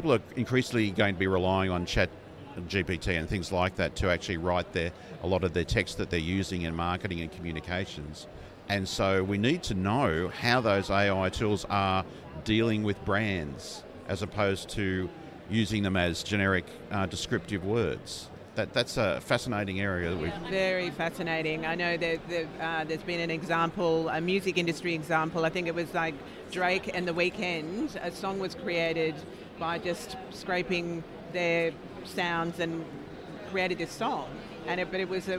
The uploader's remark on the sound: We took the podcast on the road to the INTA Annual Meeting in Singapore. We hosted our podcast studio at the Billtrader Expo Booth.